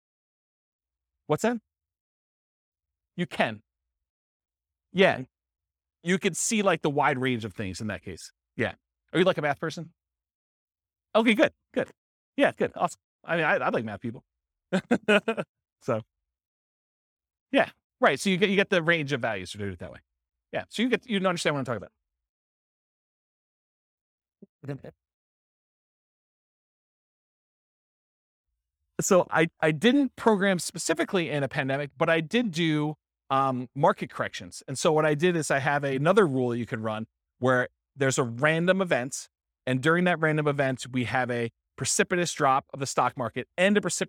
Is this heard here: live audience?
yes